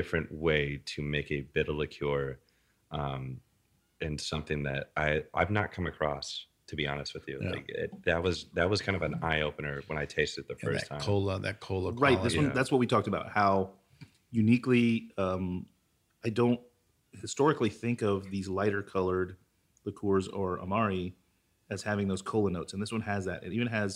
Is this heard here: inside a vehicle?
no